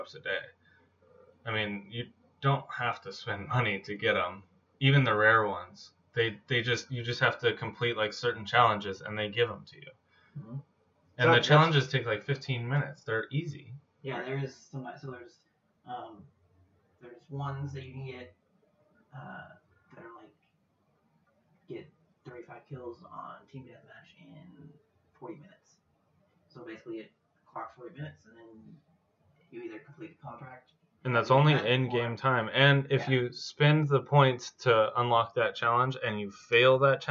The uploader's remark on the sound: Is suffering a bad connection from the microphone but we didn't want to not use the episode. With the different levels of sound.